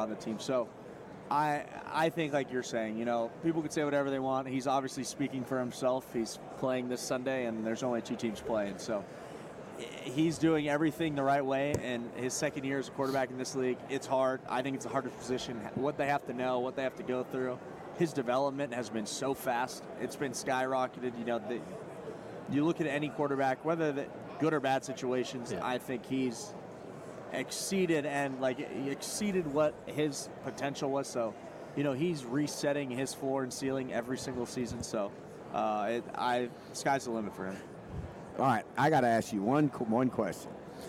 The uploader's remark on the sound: From Radio Row. Live on Radio Row.